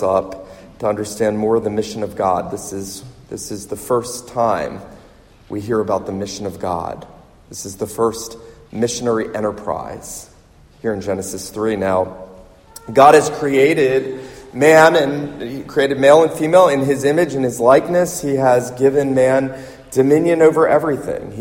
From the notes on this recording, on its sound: This sermon was preached at the Surfside PCA missions conference in Myrtle Beach, SC